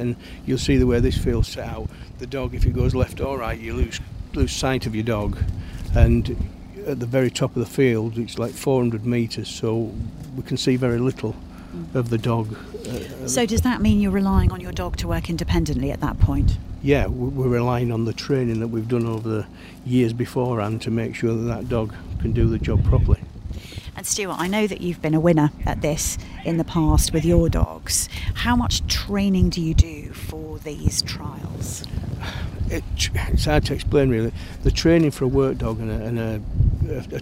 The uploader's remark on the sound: At the English National Sheepdog Trials 2023. Recorded on location amid the wind whistling on a rather bleak hillside in Yorkshire.